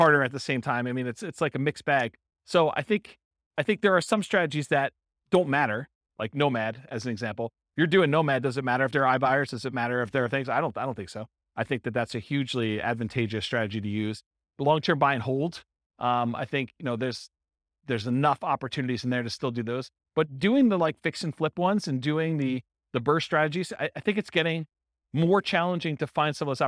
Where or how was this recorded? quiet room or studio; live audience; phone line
live audience